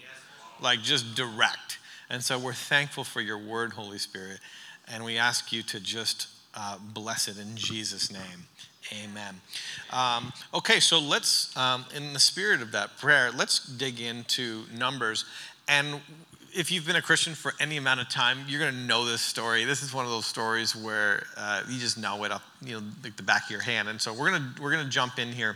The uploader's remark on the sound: During our final session of The Church Conference.